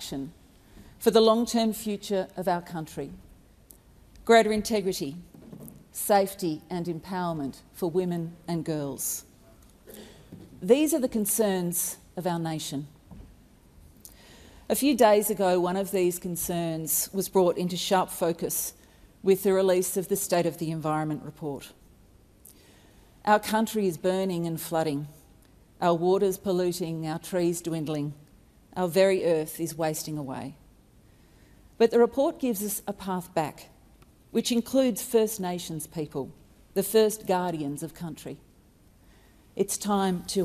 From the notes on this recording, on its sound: Recording took place in the House of Representatives on July 26, 2022.